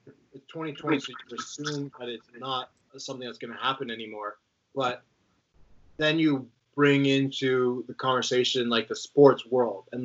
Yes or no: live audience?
no